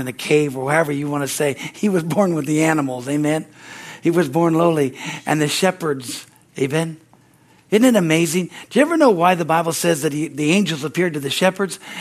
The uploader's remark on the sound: from the Christmas Eve service on December 24, 2023 at Harvest Bible Church in Stockton, CA